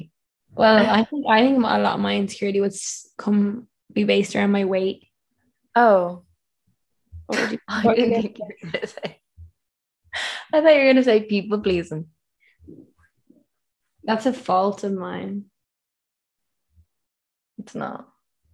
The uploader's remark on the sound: Our second long distance zoom podcast (still not the vibe). In this weeks episode from RAINY Bali.